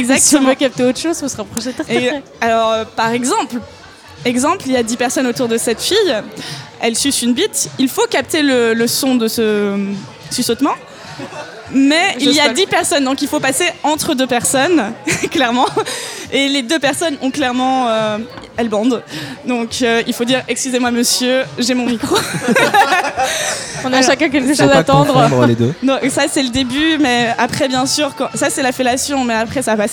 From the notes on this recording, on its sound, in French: Épisode enregistré chez Touller outillage (Paris 11e).